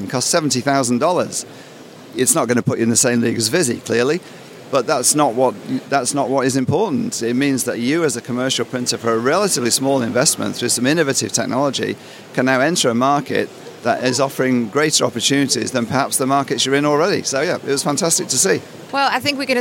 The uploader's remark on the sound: This month's edition was recorded at the Auspack trade show in Melbourne.